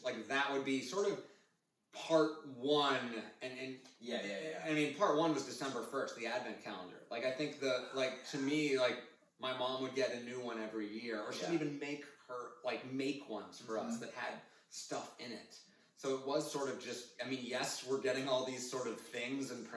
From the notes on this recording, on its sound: The audio isn't the best, my apologies.